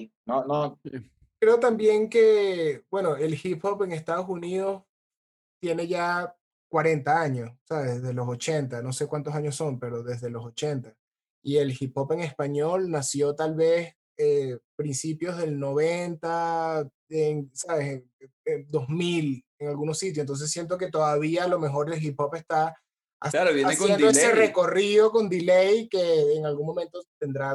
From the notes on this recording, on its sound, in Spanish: nos conectamos vía Zoom